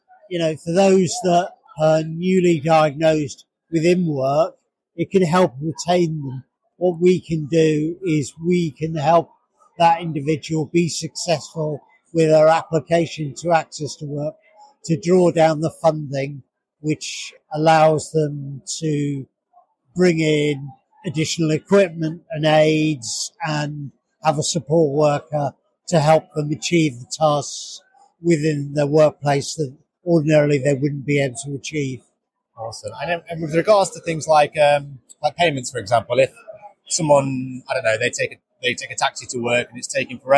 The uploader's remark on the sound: Sight Village 2023 Special. We recorded on a very busy show floor so apologies for the audio quality.